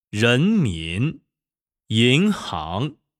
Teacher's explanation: 阳平起音要比阴平稍低，然后慢慢升到最高